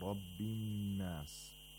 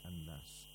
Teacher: And the word an-nas, the lam of an-nas, and also the hamzatul wasl are silent because there's a sun letter after the alif lam. So noon becomes mushaddad, and you have to apply ghunna for two vowel counts.